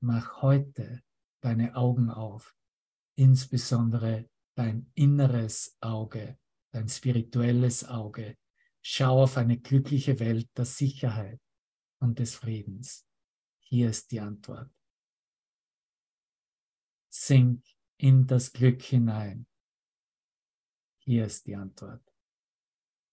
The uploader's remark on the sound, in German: Zoom-Session. Veranstaltet von der Aleph Akademie.